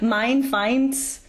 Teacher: All of those sound like ei. So the bright a to the open i, not too e-ish on the end of it